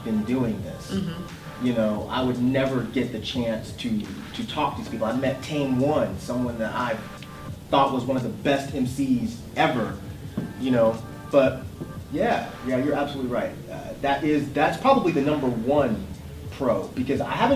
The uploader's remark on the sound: DEHH Live Panel Discussion